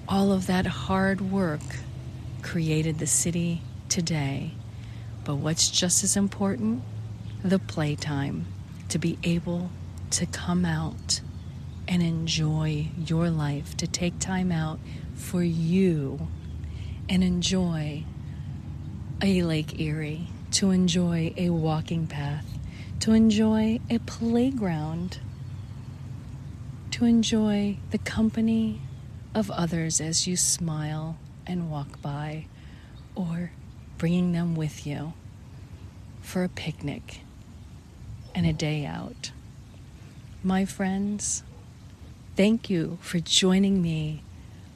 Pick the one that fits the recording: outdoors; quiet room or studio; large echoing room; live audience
outdoors